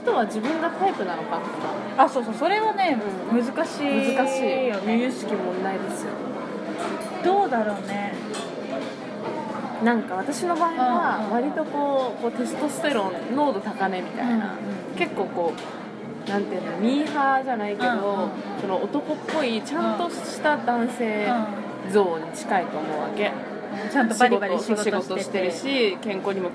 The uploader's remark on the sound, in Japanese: スタバで話してたから雑音が…